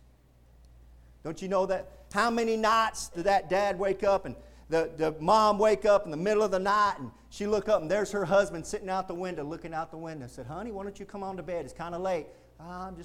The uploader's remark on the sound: Preached at Indian Gap Baptist Church-- Indian Gap, Texas